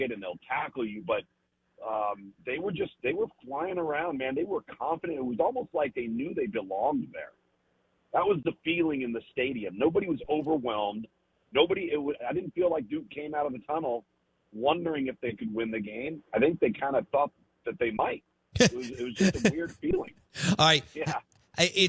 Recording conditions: phone line